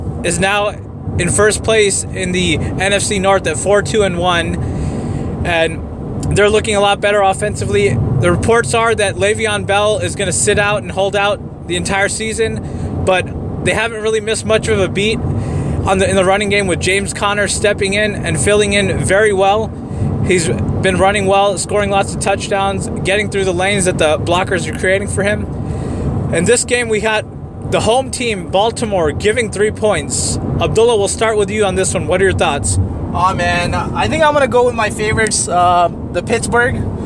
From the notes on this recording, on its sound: Live in the car in route to the Bay Area.